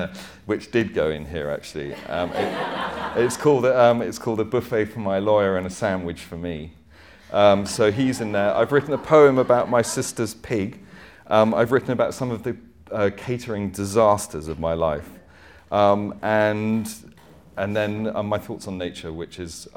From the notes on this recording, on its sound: Chat in front of a live audience at The Good Life Experience.